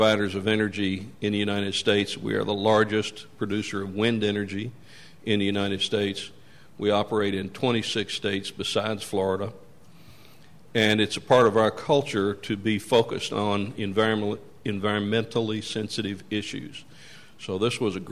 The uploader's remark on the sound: Talked about his company's use of biodiesel during a press conference.